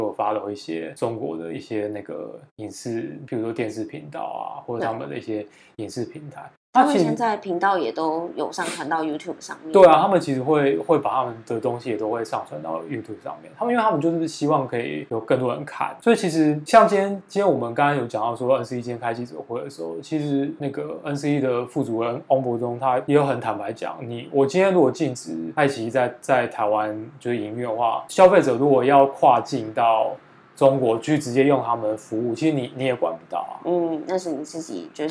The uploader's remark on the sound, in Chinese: 因發現有小雜音，音質修正後重新上傳。